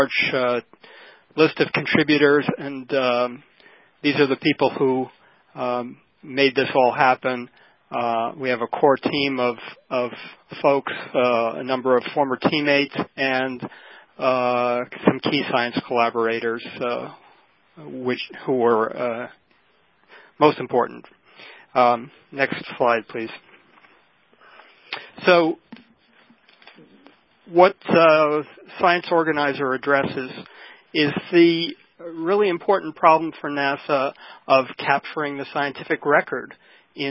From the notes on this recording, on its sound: Was featured both as an augmented conference call and simultaneously on NASA's "SecondLife: Explorer Island" virtual world settings.